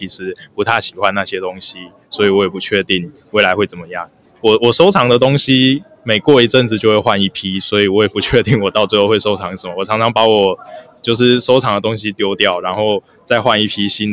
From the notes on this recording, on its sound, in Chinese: 台北市大安區空總臺灣當代文化實驗場。現場搭帳篷邀請觀展民眾入內錄音的空總展場特別節目。